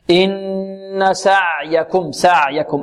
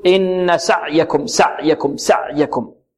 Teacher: هذه العين بارك الله فيكم مخرجها من وسط الحلق وفيها صفة التوسط · Shown in: first take